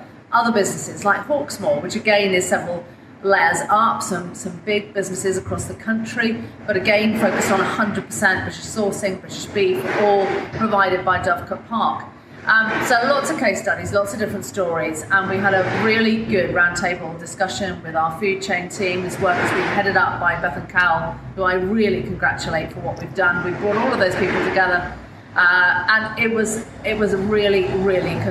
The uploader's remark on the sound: recorded the episode earlier this week from the 2023 World Farmers Organisation General Assembly, in South Africa